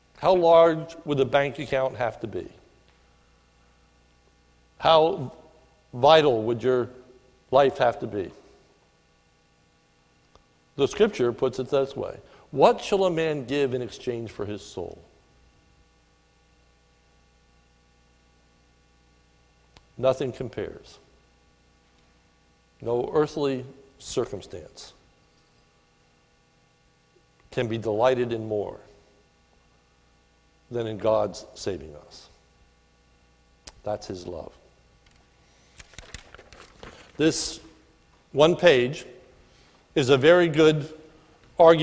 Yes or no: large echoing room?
yes